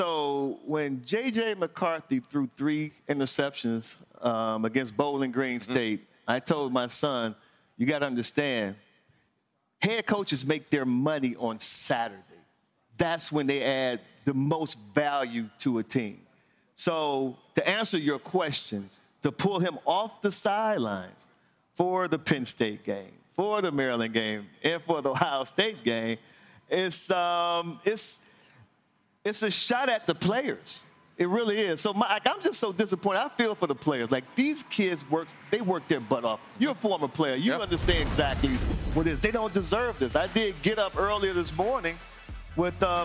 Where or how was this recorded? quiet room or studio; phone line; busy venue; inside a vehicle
busy venue